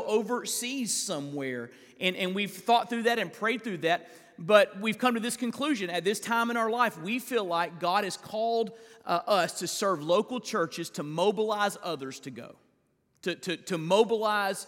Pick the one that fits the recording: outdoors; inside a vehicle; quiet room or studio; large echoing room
large echoing room